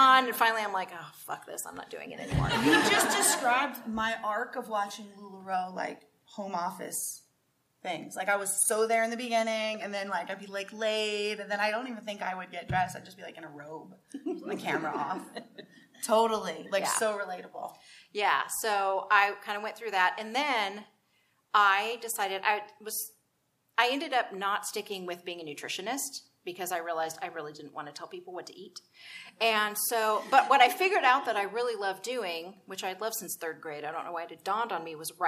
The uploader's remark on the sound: Live from Dallas, Tx! We're LIVE from Dallas, Texas! Recording this podcast in front of a live audience.